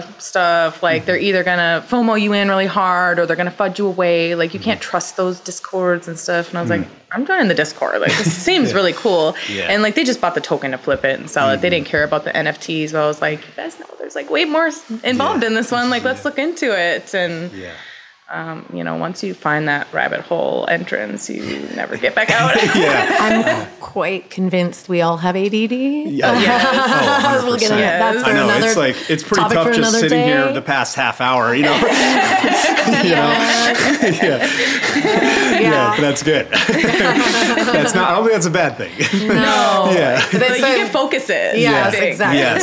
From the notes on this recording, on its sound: Live from NYC. This two-part episode recorded at NFT NYC.